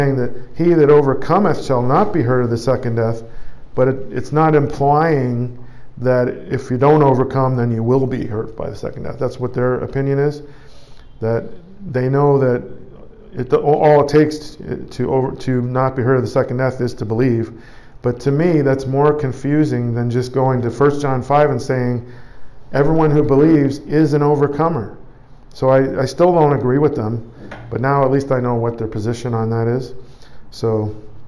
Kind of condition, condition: setting, large echoing room